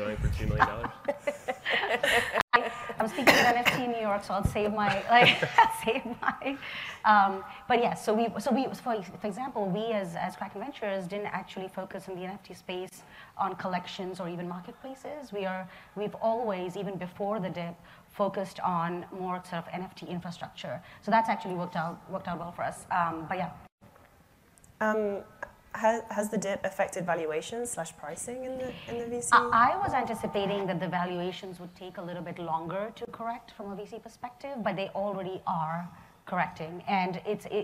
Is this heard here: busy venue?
yes